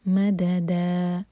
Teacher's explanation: مدا ایک ایک حرکہ اور سیکنڈ دال جو ہے وہ دو حرکہ لمبا، مددا، فتح کی تنوین پر رک رہے ہیں تو یہ ہے مد عوض عن التنوین.